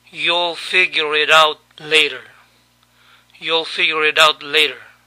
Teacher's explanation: La T final de it se pronunció como nuestra R y la T de out no se pronunció.